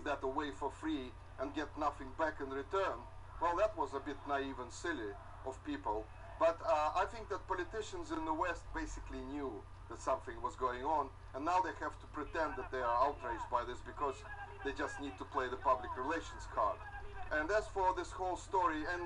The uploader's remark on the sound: Recorded by RecForge Lite (Version 2.1.10) on Android.